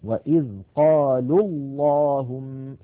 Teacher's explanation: وإذ قالوا اللهم، لاحظوا الواو من قالوا ساكنة واللام الأولى من اللهم ساكنة، فالتقيا في اللفظ والنطق فسقط الأول من النطق وصلا